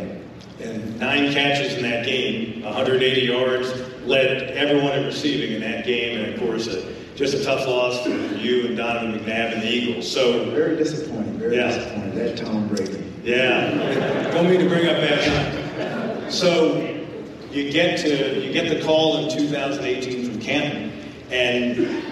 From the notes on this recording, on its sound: The Bluebloods are live from SoCon Media Day in Asheville, NC.